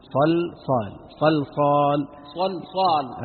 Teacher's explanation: اللام تكون مرققة حتى ما تطغى عليها الصادين · Term: تلطيف اللام